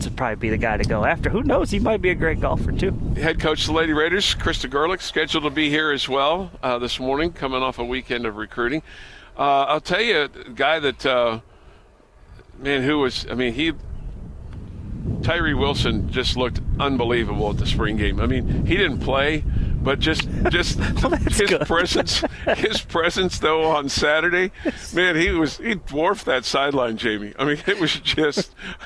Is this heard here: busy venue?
yes